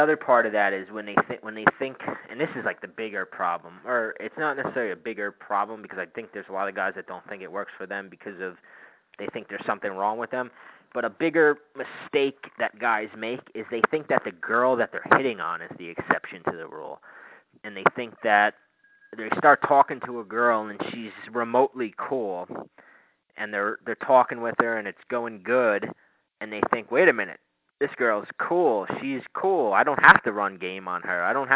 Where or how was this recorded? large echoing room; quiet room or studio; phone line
phone line